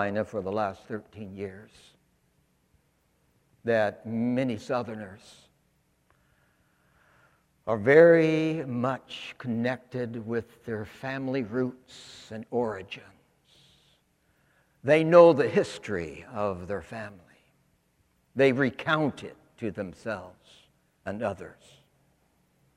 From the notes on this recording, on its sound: In his sermon, preached for the Second Sunday of Easter, April 19, 2020, at St. Philip's Church, Charleston. In this season of quarantine.